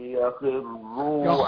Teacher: الخاء تاخد أدنى درجات تفخيم